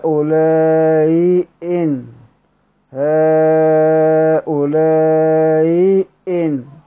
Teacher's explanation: قرأ بتسهيل الهمزة الأولى بين الهمزة والياء وتحقيق الثانية